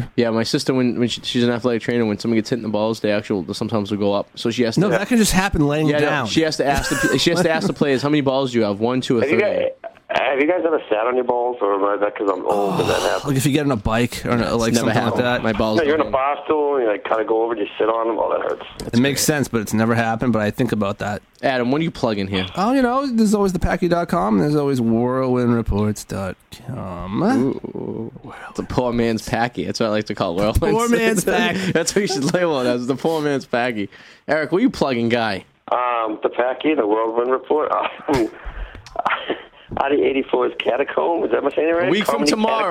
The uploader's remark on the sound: Live in Studio. Via the phone. Is stuck in his parents basement and can't leave.